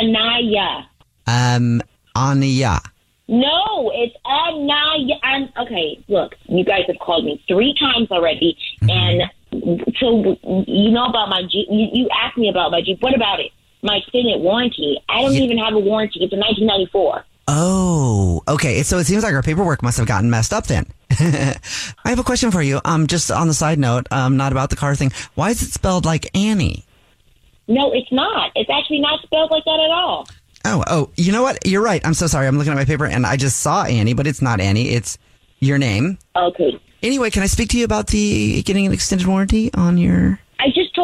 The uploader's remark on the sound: in this Phone Prank!